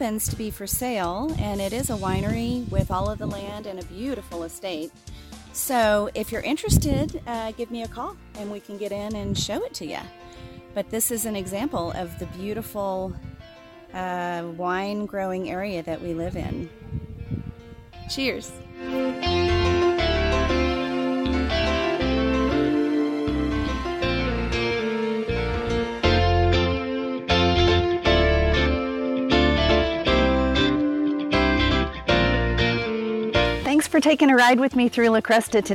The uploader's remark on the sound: Cruising La Cresta. La Cresta is the first and the one that's closest up to the front and also am is the largest it happens to be the one I live in so, this is where we're starting. The whole street is pretty much flat seats about horse ranches on both sides and you can see the horse trails that basically they go up to the mountains through the Enchanted Forest. This is an example of the beautiful wine growing area that we live in.